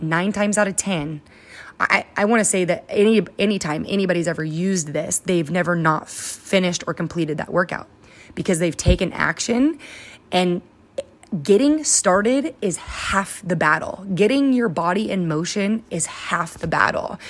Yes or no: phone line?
no